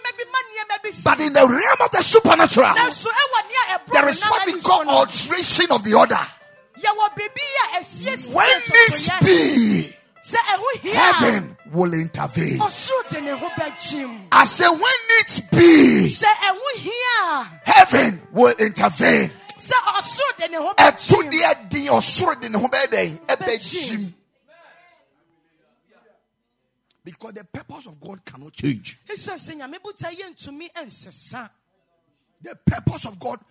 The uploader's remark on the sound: Preached at the Ekklesia Campus